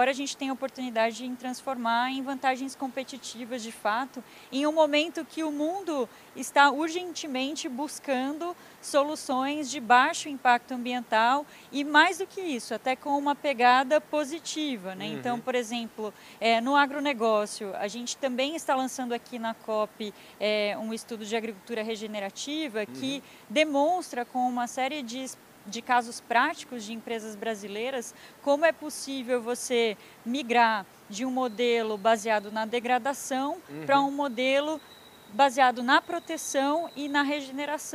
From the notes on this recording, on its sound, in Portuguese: Prosa gravada no ABEMA DAY, da Associação Brasileira das Entidades de Meio Ambiente, evento que contou com a presença de inúmeros associados e pessoas da sociedade civil durante a COP28, em Dubai